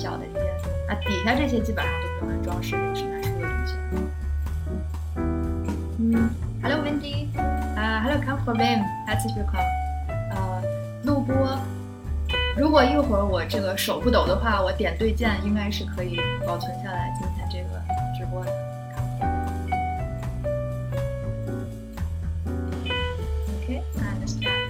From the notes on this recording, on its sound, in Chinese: 本次直播时麦克风接触不良，音质有些不清晰